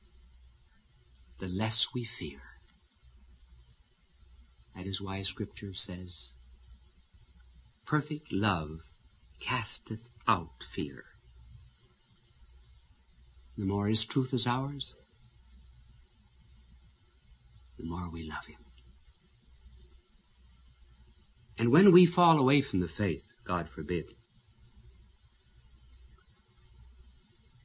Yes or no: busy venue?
no